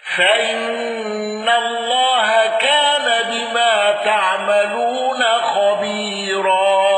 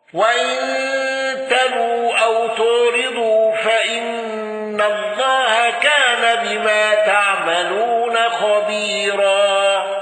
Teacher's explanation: الأزرق بالإشباع وترقيق الراء · Shown in: first take